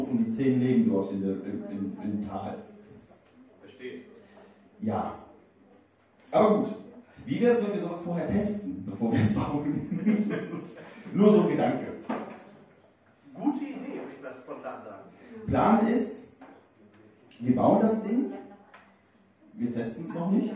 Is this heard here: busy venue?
yes